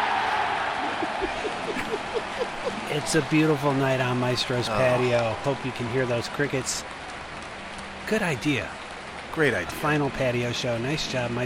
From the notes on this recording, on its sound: we're live from Maestro's patio